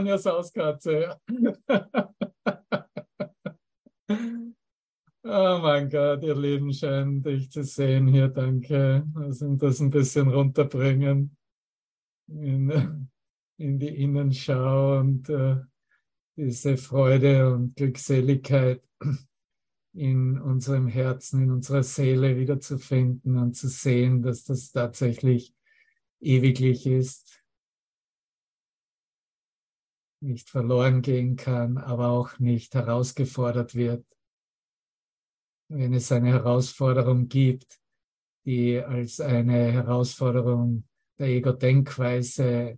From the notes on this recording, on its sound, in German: Zoom-Session. Veranstaltet von der Aleph Akademie.